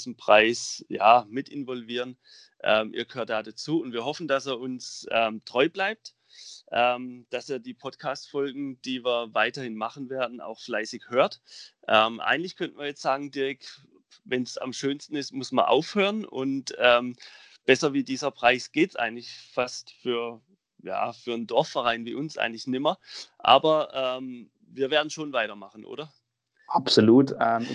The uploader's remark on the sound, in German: Aufgrund der Corona-Verordnung diesmal über Skype